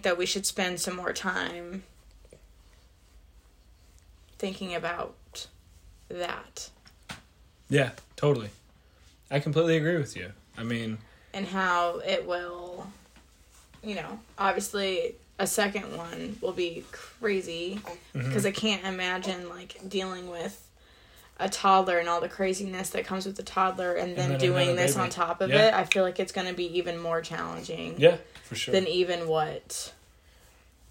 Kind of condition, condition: fault, sounds in the background